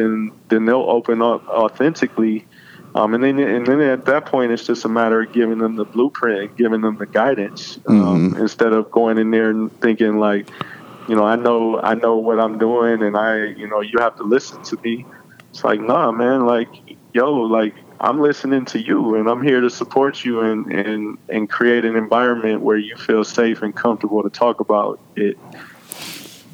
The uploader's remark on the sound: connects via phone